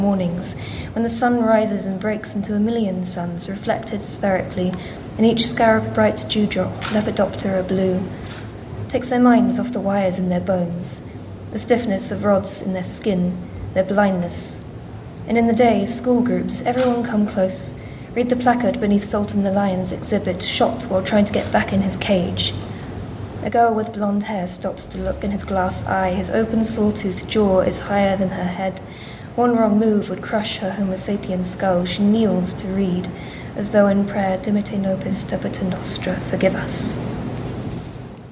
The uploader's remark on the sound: Two writers who undertook Starling micro-residencies in the Otago Museum during the festival. This event was part of the New Zealand Young Writers Festival (28th - 31st October 2021).